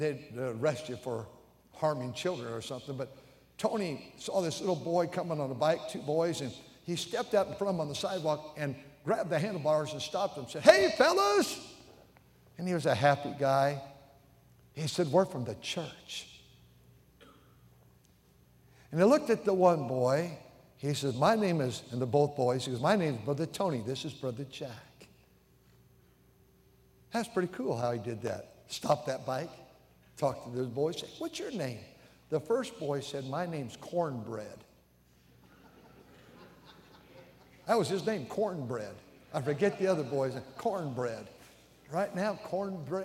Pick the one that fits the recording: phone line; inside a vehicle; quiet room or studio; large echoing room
large echoing room